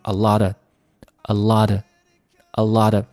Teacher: lot of 呢，直接读成 a lot of, a lot of, a lotof。那个 of,of，我们直接把那个 v 省略掉，变成 a · a lot of, a lot of, a lotof。那个 of,of，我们直接把那个 v 省略掉，变成 a，a。和前面的这个 alot，这个 t 被读成了一个 d，也就是我们之前讲到的这个 flapT